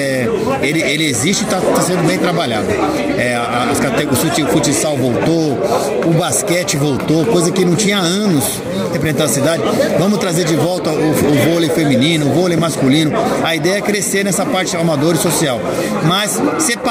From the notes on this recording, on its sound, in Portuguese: Vereador falou com a Rádio ESPORTESNET. Entrevista foi gravada no dia 16 de fevereiro de 2023 durante o Congresso Técnico da 1ª Divisão de Taboão da Serra.